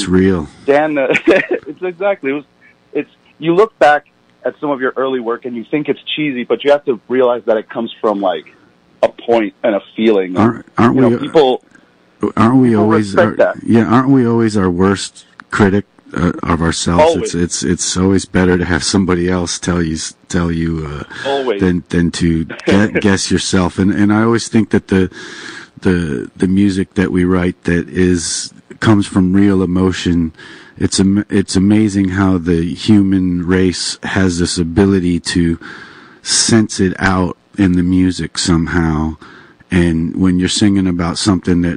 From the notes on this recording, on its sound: 96.5 WSLR Phone-In Interview. This interview was live on air on 96.5 WSLR.